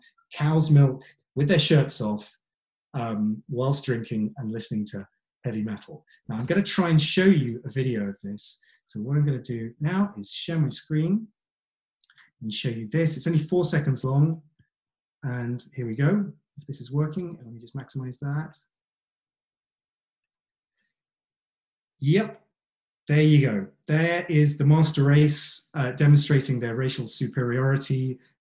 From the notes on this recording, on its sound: This talk was recorded at the online 5x15 event. There are only two rules - no scripts and only 15 minutes each.